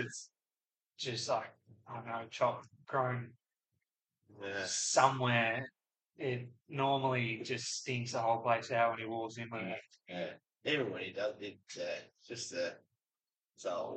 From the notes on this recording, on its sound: Despite a technical fail leaving this episode sounding like it was recorded using tins cans and a piece of string